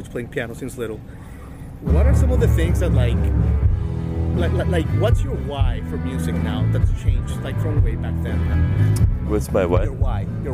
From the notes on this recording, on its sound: Live from Highlands, NC, the home of Bear Shadow Music Festival